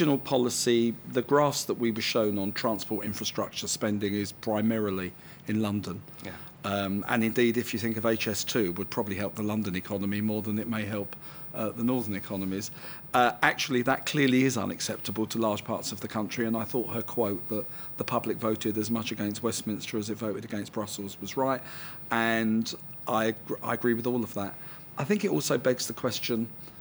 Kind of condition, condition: setting, busy venue